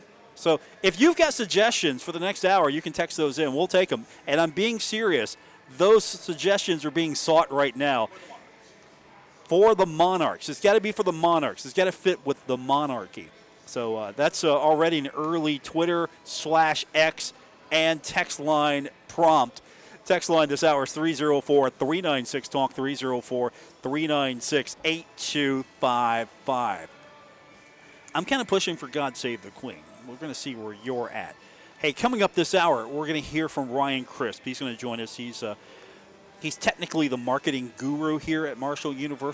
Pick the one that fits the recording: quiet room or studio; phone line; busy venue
busy venue